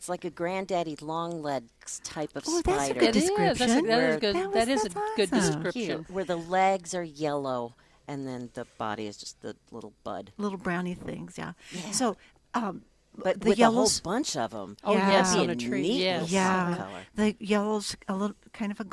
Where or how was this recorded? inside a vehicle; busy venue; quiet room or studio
busy venue